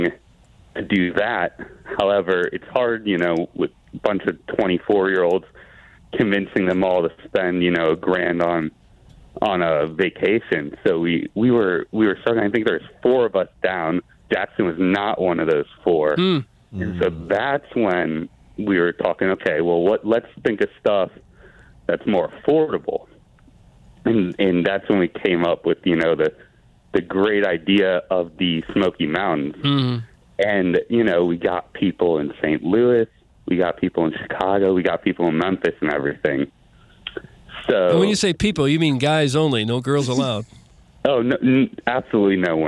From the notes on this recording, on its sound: Anchoring at KOMU. Calls in but quickly has phone issues.